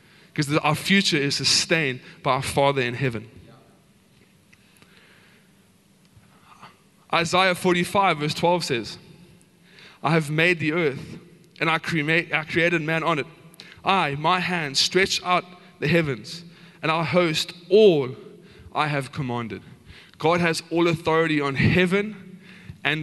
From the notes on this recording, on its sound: Recorded live on Sunday the 25th September 2022.